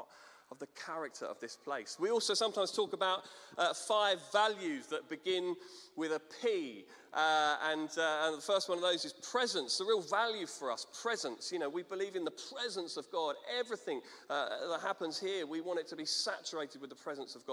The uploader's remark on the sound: Streamed live at St Paul's Shadwell on Sunday, 17 Sept 2023.